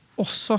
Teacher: Og uttalen da vil, når du leser det, vil typisk være på også, altså på å.